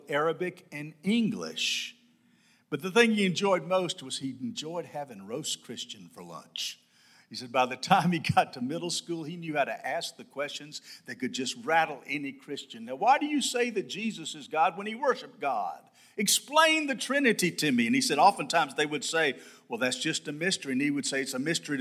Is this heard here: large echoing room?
yes